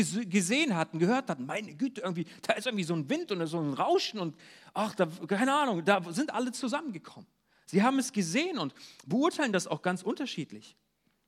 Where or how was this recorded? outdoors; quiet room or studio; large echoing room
large echoing room